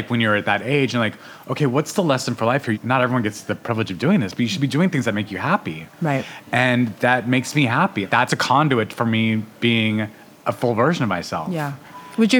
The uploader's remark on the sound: This episode of Dinner's On Me was recorded at K'Far in Williamsburg, Brooklyn.